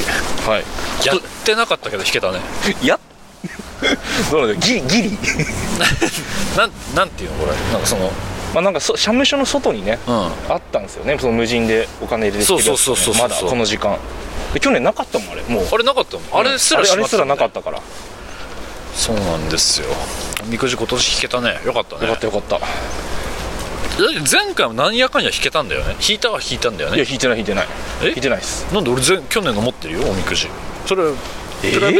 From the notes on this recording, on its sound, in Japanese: 外を歩きながらあったかトーク